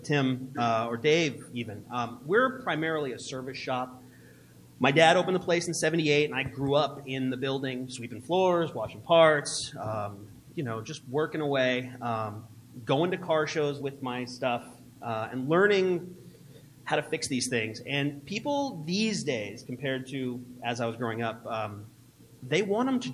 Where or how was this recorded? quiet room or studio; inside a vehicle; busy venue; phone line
busy venue